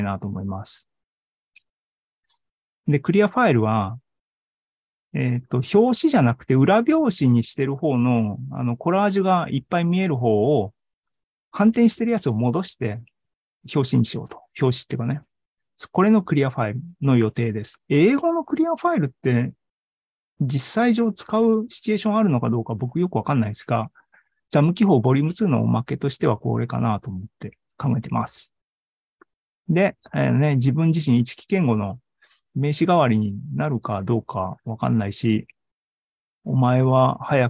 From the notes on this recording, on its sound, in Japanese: ２０２２年９月２８日に開催した ZOOMライブの模様です。